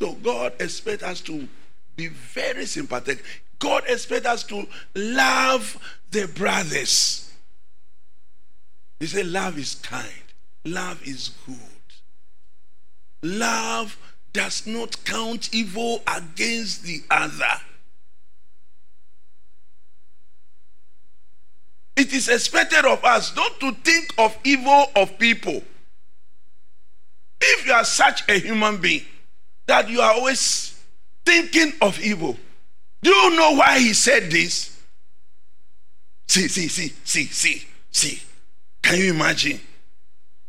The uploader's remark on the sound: Sermon preached at CBC Shiashie Campus